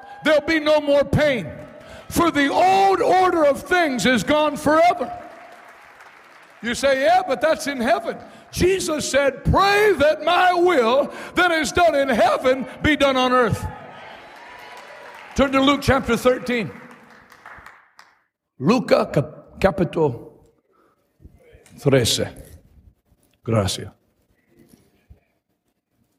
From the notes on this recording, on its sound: LIVE in Harlingen, Texas: Night 1.